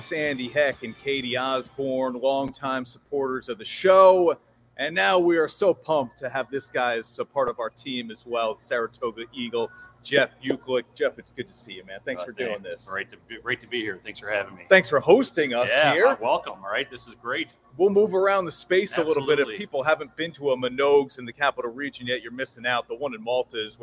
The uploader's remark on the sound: LIVE From Minogue's Beverage Center.